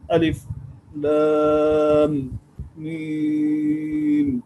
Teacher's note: بعد ذلك أول سورة البقرة قرأ أبو جعفر المدني رحمه الله بالسكت على الحروف المقطعة في فواتح السور، وذلك لبيان أنها أسماء وليست حروفا، فقرأ هكذا: ألف لام ميم، قرأ بالسكت على الحروف المقطعة في أوائل السور